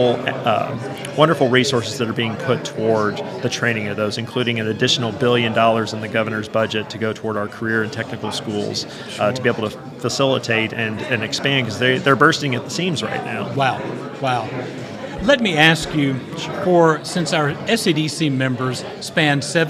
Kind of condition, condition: setting, busy venue